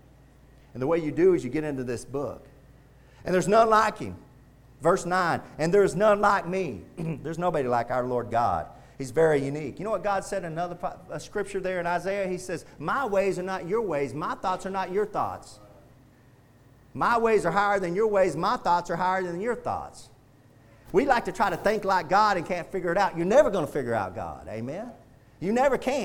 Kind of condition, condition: setting, large echoing room